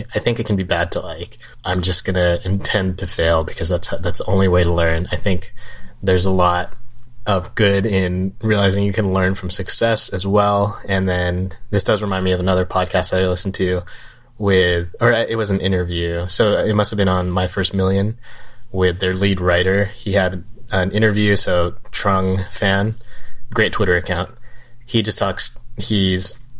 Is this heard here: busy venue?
no